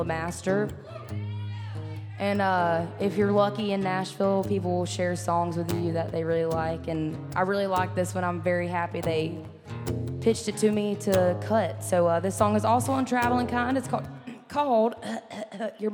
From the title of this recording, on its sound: Rounds At Live Oak In Nashville